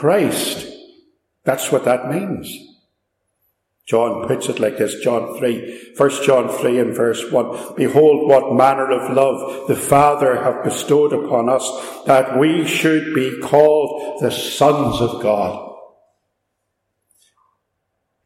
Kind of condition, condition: fault, echo